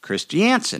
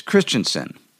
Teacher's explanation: obviously accenting the first syllable · Shown in: second take